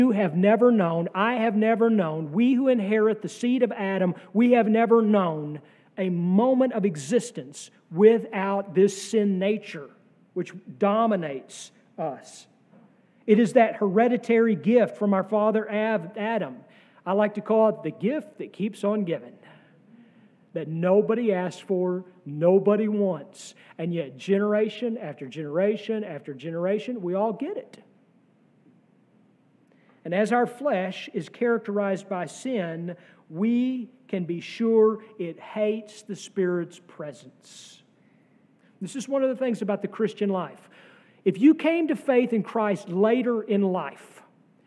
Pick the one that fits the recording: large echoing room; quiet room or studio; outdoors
large echoing room